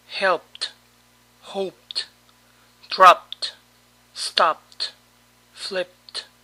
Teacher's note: Para todo verbo que termina con el sonido de P, la terminación ED suena T.